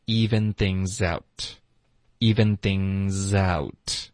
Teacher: things Even things Things 跟 out 我们会连读 Even things out Even things out 就直接连读过去、嗯、 Out 的特省略